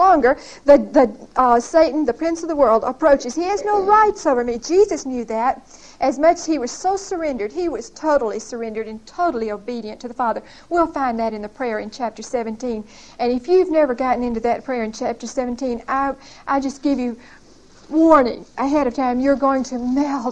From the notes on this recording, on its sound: Recorded 11/4/1975 at Whitesburg Baptist Church.